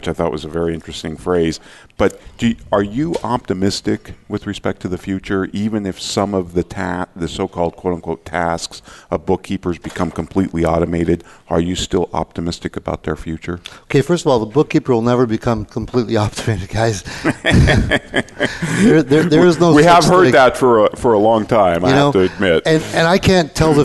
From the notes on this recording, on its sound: Live Broadcast at the The IPBC IGNITE Conference.